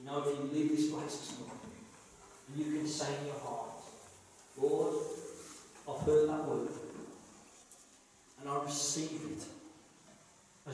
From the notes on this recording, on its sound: this is a live recording and at times the sound quality may not be the best due to external circumstances